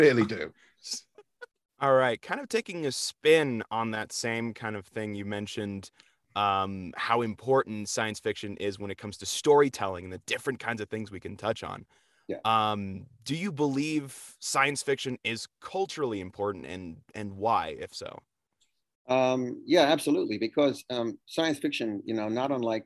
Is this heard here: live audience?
no